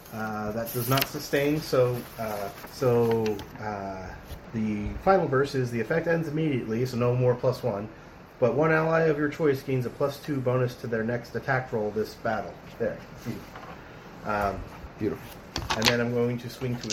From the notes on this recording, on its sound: Since it was recorded on a cell phone sitting out in the open on a dining room table. Please excuse the audio quality(as we don't have an official recording setup just yet). Something like 30 minutes was edited out of the raw recording.